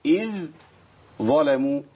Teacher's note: الظلموا ذال اهي اذ ظلموا اضغمت يعني ايه شلت الذال وحطيت مكانها حرف تاني مماثل او زي الحرف اللي بعديها · Term: ادغام المتجانسين